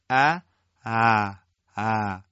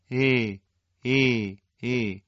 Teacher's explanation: در واقع یه حالتی بین همزه و حرف مدی همجنس همزه به وجود میاد